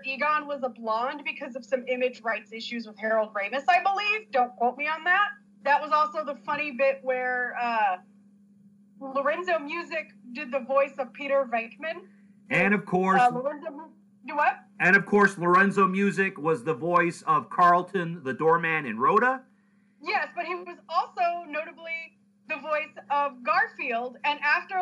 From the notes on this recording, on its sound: This was a Skype podcast, so please excuse the audio for not being as crisp as it could be.